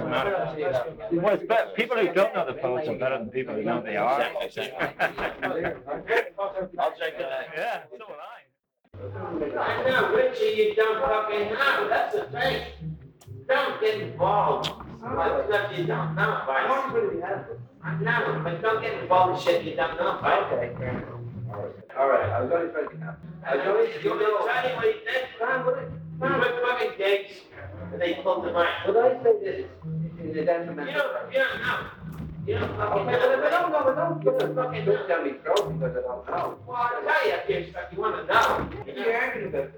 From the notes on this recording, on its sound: The sound of the crowd makes a lot of it hard to make out. Everyone in the reception area in the Morrison Hotel, did fall silent as soon as the row erupted in plain view of all concerned.